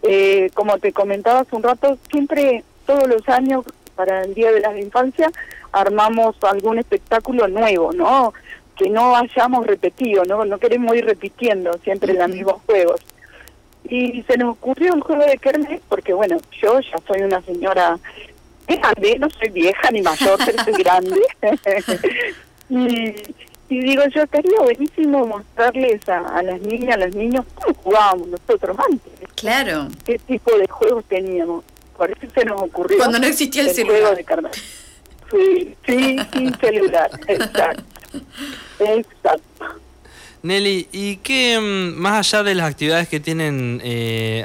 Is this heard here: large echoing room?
no